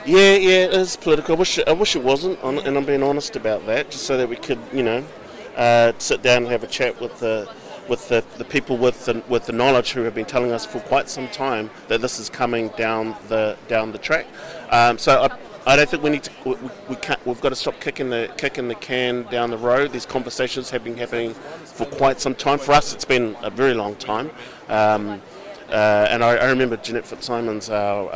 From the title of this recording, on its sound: Live at Fieldays